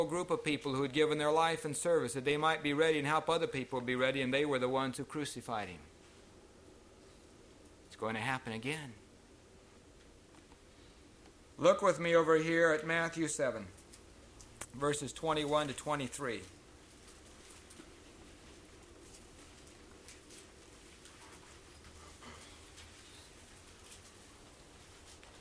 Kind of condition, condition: setting, large echoing room